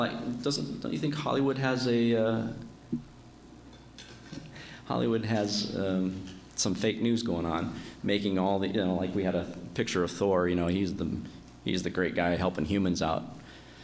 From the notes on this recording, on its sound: My dad preached at our church. He recorded it.